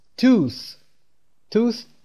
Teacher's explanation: توث با صدای یوی کشیده، یعنی اوی سنگین رو باید برش بیاریم و اینکه TH در انتها یه علامت صفر و یه خطی وسطش هست که اگر به صورت خودتون، به دهان خودتون در آینه نگاه کنید وقتی که کلمه tooth رو تلفظ میکنید اطراف لب و دندون و زبون همین شکل رو درست میکنه.